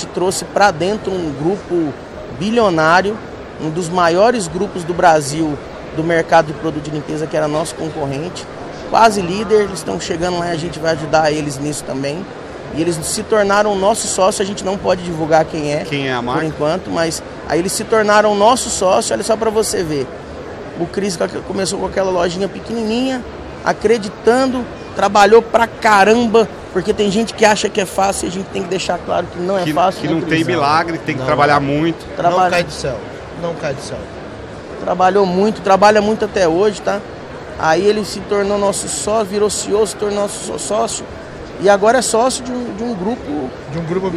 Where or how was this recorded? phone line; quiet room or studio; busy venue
busy venue